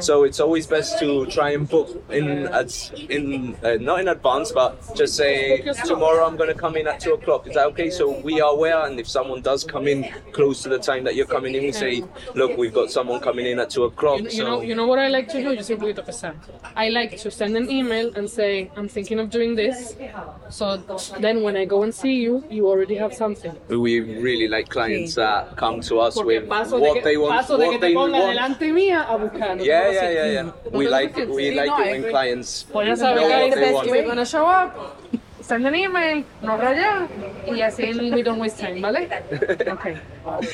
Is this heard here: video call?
no